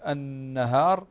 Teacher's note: وأما اللحن الخفي فعندنا كلمة النهار، هنا النون مشددة تغن بمقدار حركتين